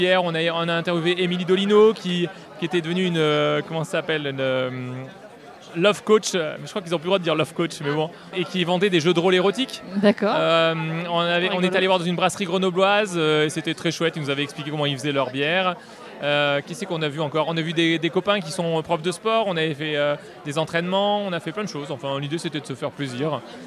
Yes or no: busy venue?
yes